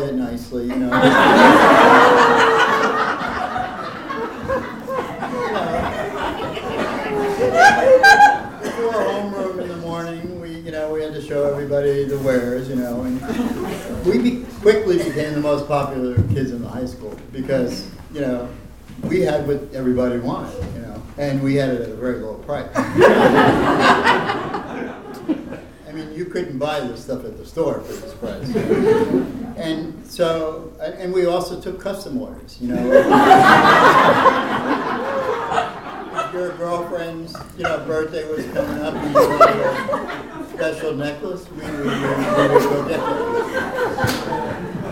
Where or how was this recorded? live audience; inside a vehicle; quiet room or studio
live audience